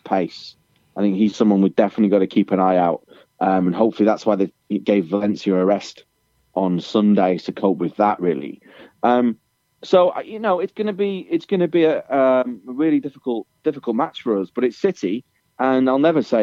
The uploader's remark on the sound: on the phone